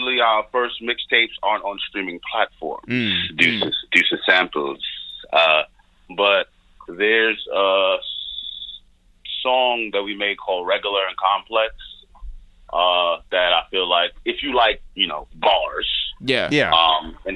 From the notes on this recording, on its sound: we make calls from our Upper West Side apartment